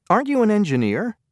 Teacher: Notice that the speaker's intonation rises at the end.